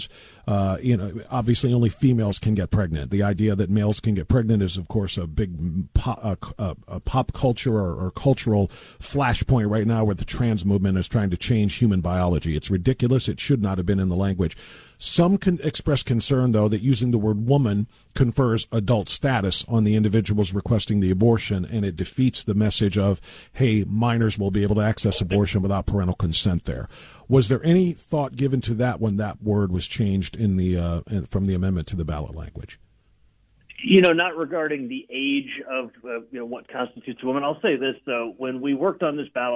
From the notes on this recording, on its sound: takes calls from various candidates that call